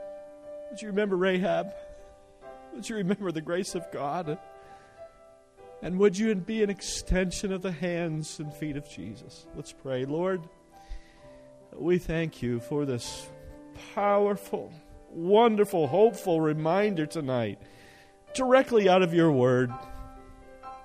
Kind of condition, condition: setting, large echoing room